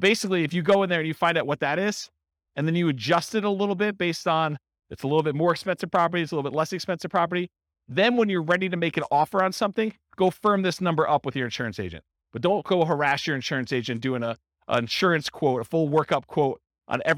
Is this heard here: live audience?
yes